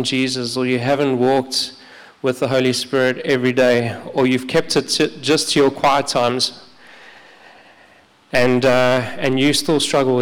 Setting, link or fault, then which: setting, large echoing room